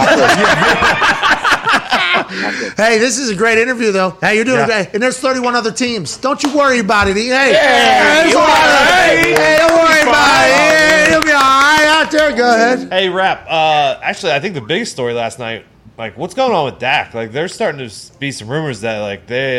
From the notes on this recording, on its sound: LIVE from Tennessee Titans training camp. Mad Dog Radio, Sirius XM Channel 82.